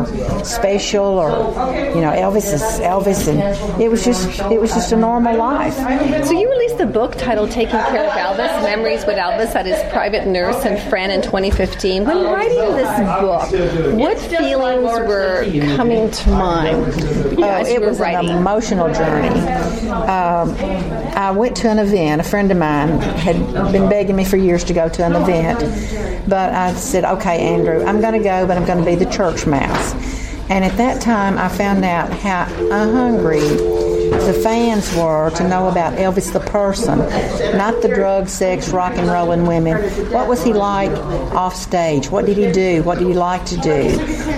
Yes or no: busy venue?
yes